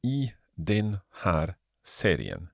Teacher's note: the R of har and the S of serien were running together, it was sounding like, for example, the name Lush.